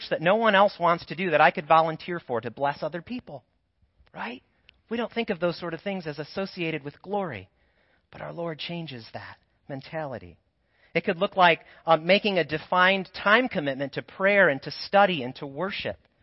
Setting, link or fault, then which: setting, large echoing room